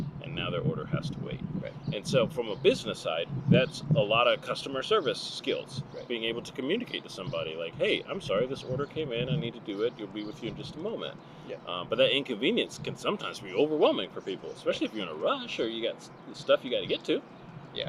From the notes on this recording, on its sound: Join us at the Inner Harbor (sorry for the extra noise).